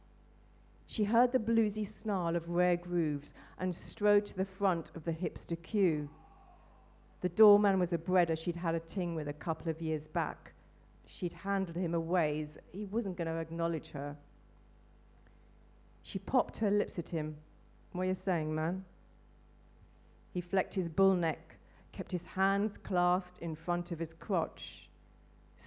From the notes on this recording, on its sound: Recorded live at the Brixton BookJam, a free quarterly literary event.